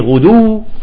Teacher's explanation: فالاولى يجب ان تخرج من غير غنة والثانية تخرج بغنة · Term: ادغام بغنة